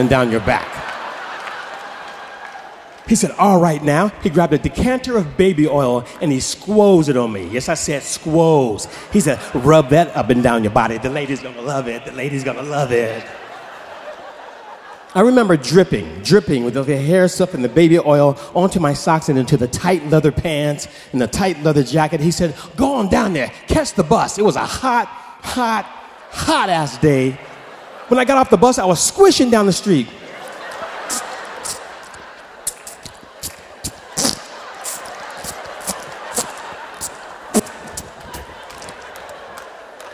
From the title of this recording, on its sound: Snap LIVE! At The Paramount